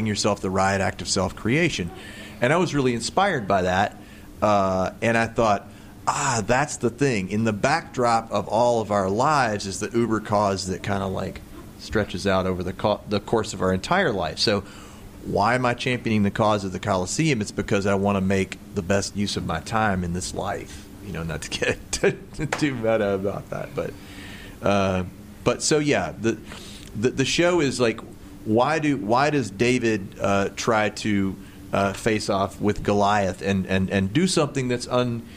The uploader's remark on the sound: LIVE at The Memphis Listening Lab. In front of a live audience.